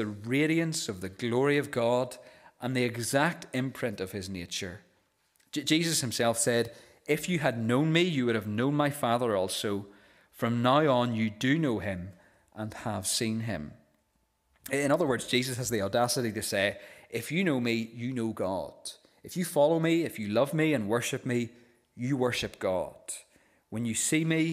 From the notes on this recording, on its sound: This is the recording of the Bible reading and sermon from our evening service on Sunday 15th October 2023.